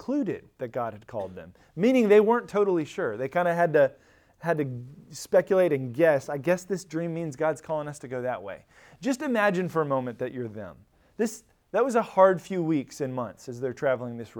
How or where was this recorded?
large echoing room